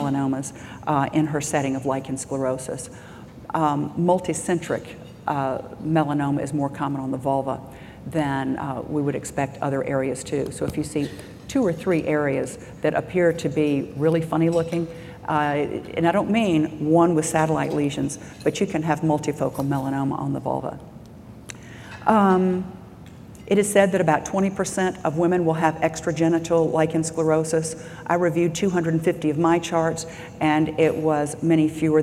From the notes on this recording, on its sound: This was audio was recorded at the 2012 Summer conference in Seattle Washington